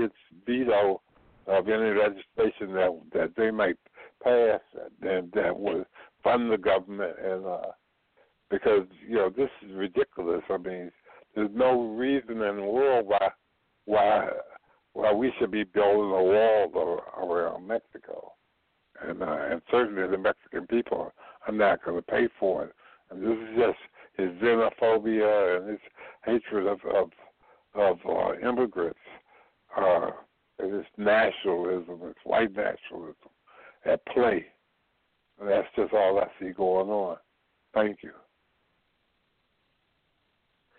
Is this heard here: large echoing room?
no